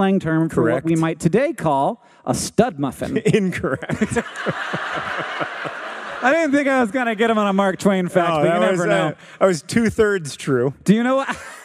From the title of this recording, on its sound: Live from Madison, WI!